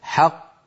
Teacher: لاحظوا بأن القلقلة للقاف الثانية وليست القاف الأولى المدغمة. حق هذه قاف مدغمة، ط هذه القاف الثانية المقلقلة.